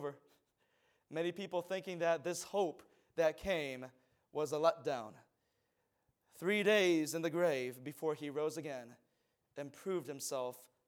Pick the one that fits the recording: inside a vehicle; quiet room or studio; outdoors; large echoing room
large echoing room